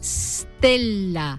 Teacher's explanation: En latín se escribía stella y se pronunciaba con S líquida, es decir, stella, un sonido antipático y difícil de pronunciar para nuestros antepasados, que le plantificaron una E protética por delante, una prótesis, una muleta, vaya, una vocal donde apoyar esa S.